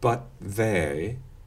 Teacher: I'm probably dentalizing the T, stopping it on the teeth before beginning the fricative they.